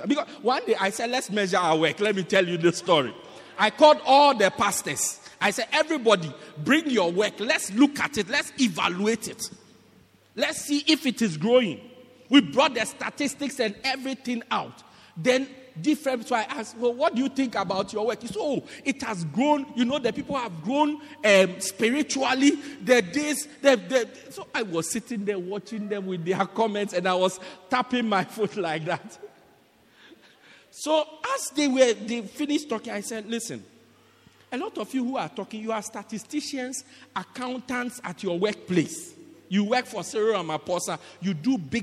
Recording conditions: large echoing room